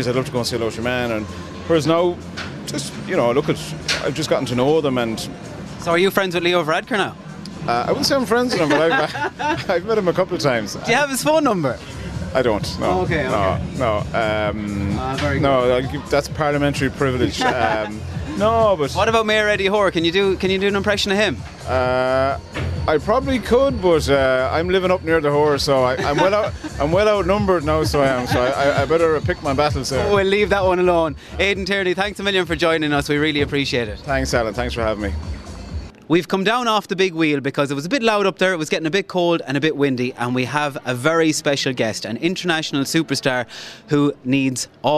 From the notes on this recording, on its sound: This episode is live from The Big Wheel at the Galway Christmas markets